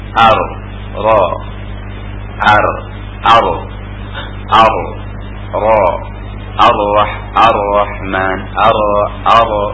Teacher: Dan harus apa gerakannya itu tidak melebihi satu gerakan, artinya tidak ngegeber seperti huruf yang punya kita · Term: tikrar